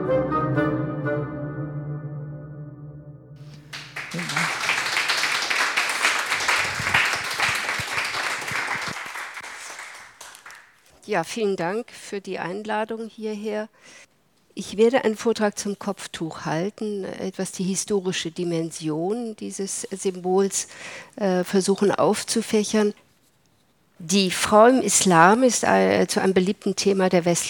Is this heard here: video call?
no